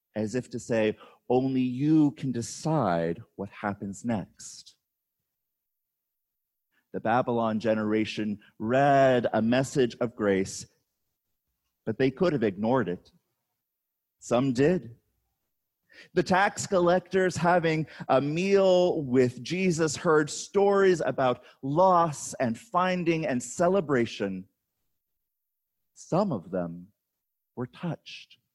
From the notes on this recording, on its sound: on August 16, 2020, at Hector Presbyterian Church